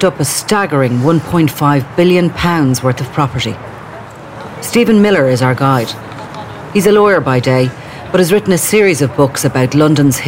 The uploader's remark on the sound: I’m in Knightsbridge outside the Mandarin Oriental Hotel, the epitome of London style and wealth. I’m on a mission to walk the streets and the neighbourhoods of Belgravia and Chelsea.